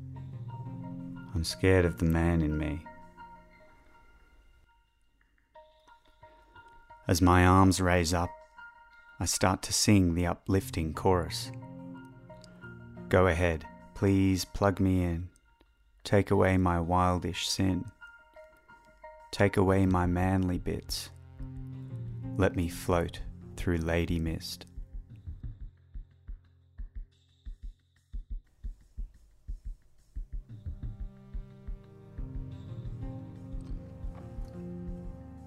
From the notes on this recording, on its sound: This episode features a soundscape of recordings done in India and Nepal. A soundwalk along the buzzy, labyrinthine streets of Thamel. Up into the rangy, rocky Himalayas.